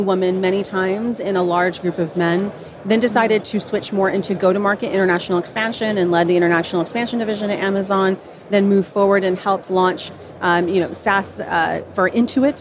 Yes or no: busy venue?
yes